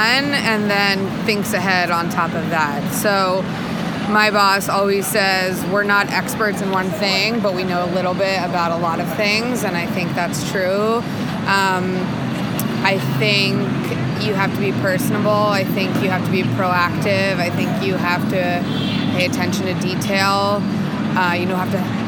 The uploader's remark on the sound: Ditch the boardroom for a sidewalk cafe on the busy streets of NYC.